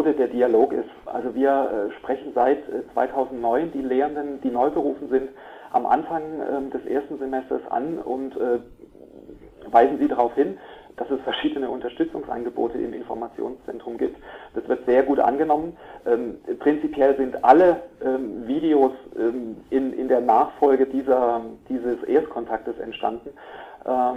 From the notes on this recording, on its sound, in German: Vom Informationszentrum der Hochschule Offenburg im Telefoninterview.